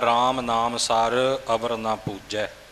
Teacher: ਪੂਜਾ ਜਿੱਥੇ ਆਪਾਂ ਦੁਲੈਂਕੜ ਦਾ ਉਚਾਰਨ ਪੂਰਾ ਰੱਖਣਾ ਹੈ, ਉੱਥੇ ਨਾਲ ਥੋੜ੍ਹਾ ਜਿਹਾ ਪੱਪੇ ਉੱਪਰ ਵਜਨ ਵੀ ਦੇਣਾ ਹੈ